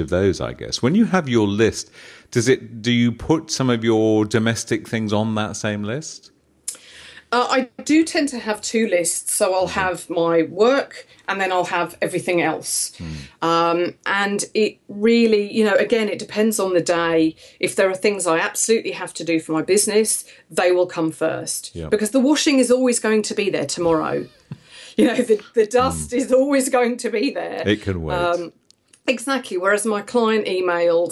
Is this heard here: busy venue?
no